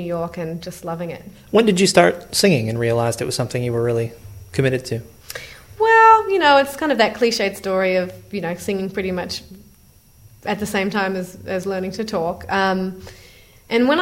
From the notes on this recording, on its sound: Recorded live at the 2008 Tanglewood Jazz Festival in Lenox, MA.